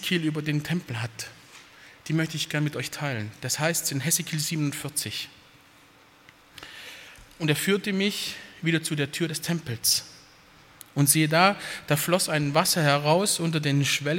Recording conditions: large echoing room